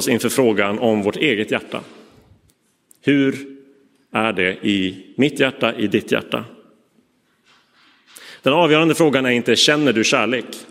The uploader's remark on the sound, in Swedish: Inspelad i Roseniuskyrkan den 4 juni 2023.